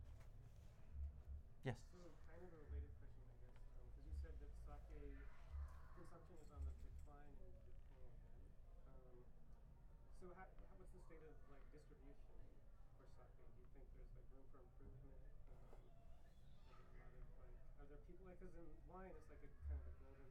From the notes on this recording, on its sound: Live From Now Serving in L.A. At the Los Angeles culinary bookstore, Now Serving, he recorded a sake Q&A.